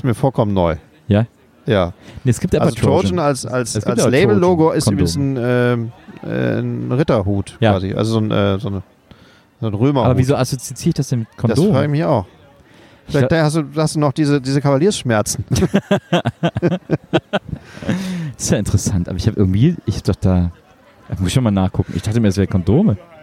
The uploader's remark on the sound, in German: Podcast Live on Tape vom wundervollen At the B-Sites Festival aus Köln.